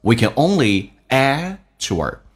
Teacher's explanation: add 的 d 不发音，因为这叫略音，后面是以辅音开头